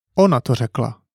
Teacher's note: The intonation goes up at the beginning of the sentence and falls down at the end. This is an exclamatory sentence.